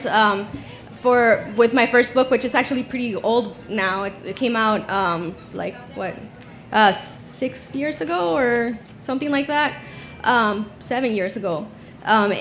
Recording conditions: busy venue